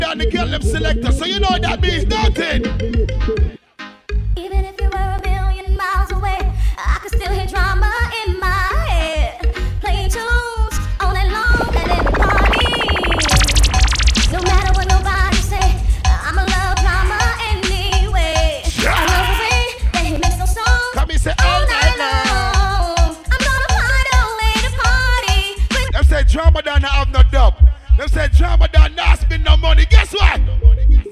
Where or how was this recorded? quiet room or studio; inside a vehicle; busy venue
busy venue